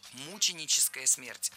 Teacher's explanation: Мученическая смерть – это неверно. Ударение здесь должно падать на первый слог.